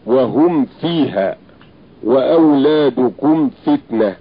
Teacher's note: ويراعى الضغط على الميم في مثل هذا الموضع لئلا تختفي في الفاء للتقارب بينهما